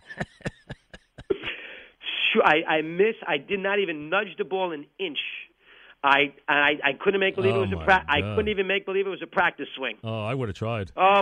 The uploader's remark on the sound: called in to say goodbye